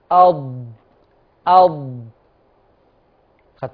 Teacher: أض، يتك بحافة لسانه على الأضراس العليا. في ناس بتضغط بحافة لسانها على أضراسها العليا · كتير من الناس لما بيجي يتلفظوا بحرف الضاد ألاقي حد يقول لي أض، واخدين بالكم؟ أض، يتك بحافة لسانه على الأضراس العليا